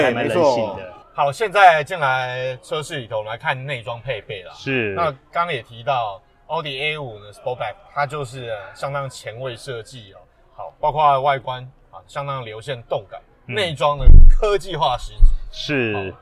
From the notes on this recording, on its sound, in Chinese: Audi A5 Sportback預拍會現場直擊。